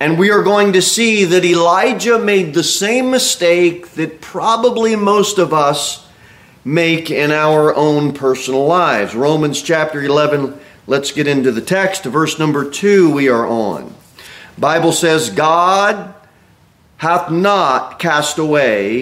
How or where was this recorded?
large echoing room